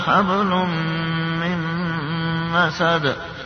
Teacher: كلمة حبل في وسط الكلمة، قلقلة صغرى، مسد قلقلة كبرى، لأنها عند الوقت